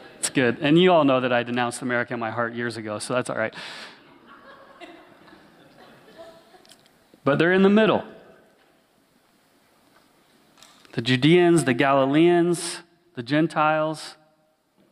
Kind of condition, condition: setting, large echoing room